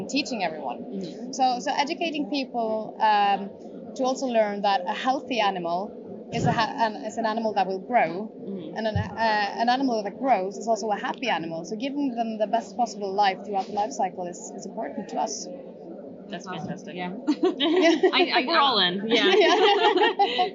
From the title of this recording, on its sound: Live From Seafood Expo Global